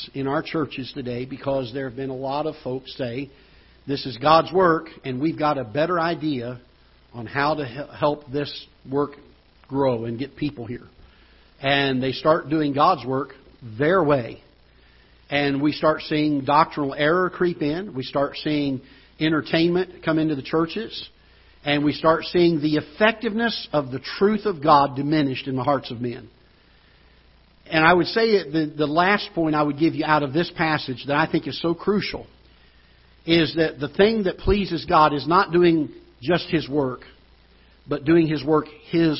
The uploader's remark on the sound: Ketha Heights Baptist Church ~ Live Broadcast